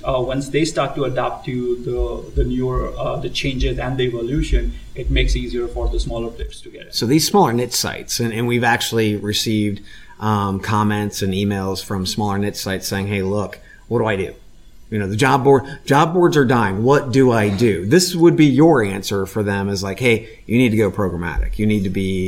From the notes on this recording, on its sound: Live from SHRM Talent in Las Vegas